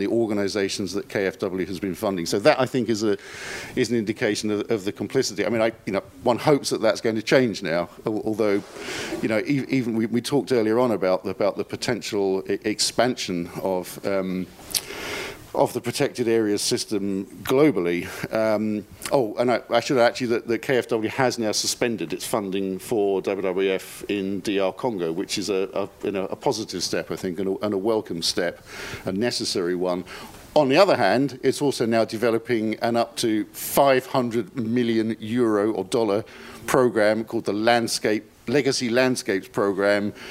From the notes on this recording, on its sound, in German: Panel zur Tagung «Vom Aussterben bedroht?